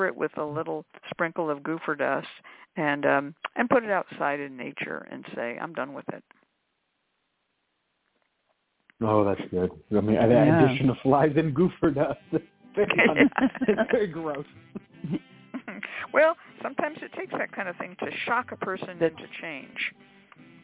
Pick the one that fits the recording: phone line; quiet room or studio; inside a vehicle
phone line